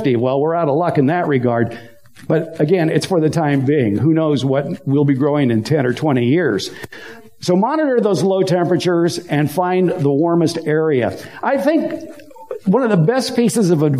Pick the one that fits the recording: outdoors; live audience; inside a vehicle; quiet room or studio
live audience